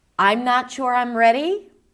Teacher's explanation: That's rising intonation. It feels open. It feels uncertain.